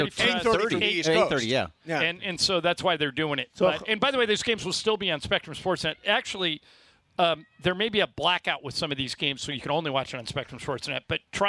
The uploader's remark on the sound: LIVE From Ralphs in Redondo Beach!